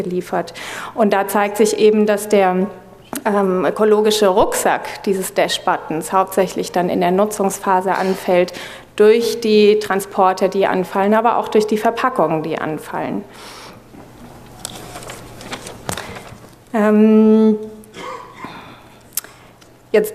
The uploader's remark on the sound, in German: wollen wir gemeinsam mit dem Publikum diskutieren